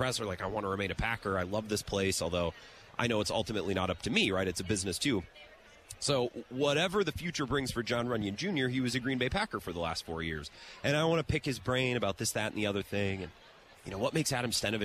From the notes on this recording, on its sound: live at Radio Row in Las Vegas